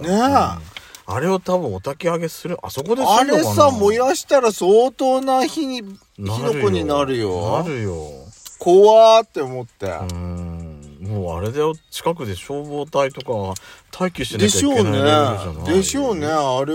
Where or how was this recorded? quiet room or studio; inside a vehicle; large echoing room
inside a vehicle